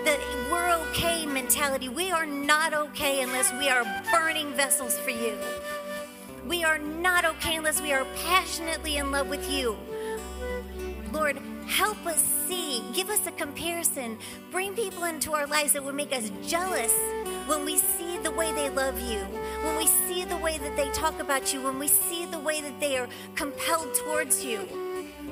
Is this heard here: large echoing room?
yes